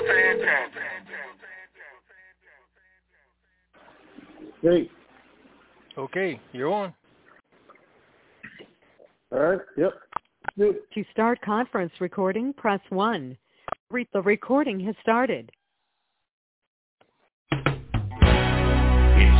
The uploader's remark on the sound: TNTSuperfantastic Conference Call